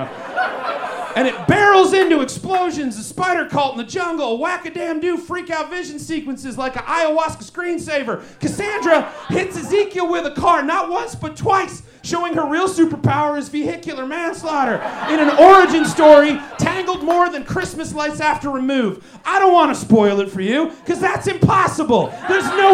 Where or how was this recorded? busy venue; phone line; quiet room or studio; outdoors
busy venue